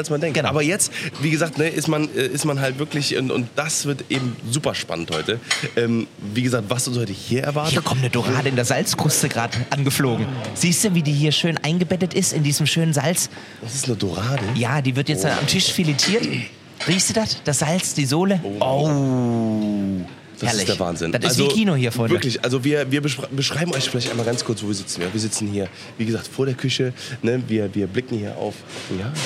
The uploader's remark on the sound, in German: Wir sind heute in einem der renommiertesten Fine Dining Restaurants aus Köln. IHR seid live bei der Gönnung in der Hansestube dabei. Hotel Excelsior und der Hansestube in Köln.